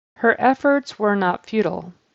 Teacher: He held out that S a little bit longer than we would for an S blend like that. We would just say efforts were.